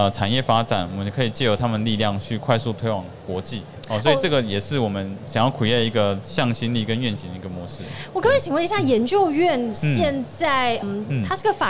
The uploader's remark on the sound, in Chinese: 2022 Medical Taiwan台灣國際醫療暨健康照護展 -Live Podcast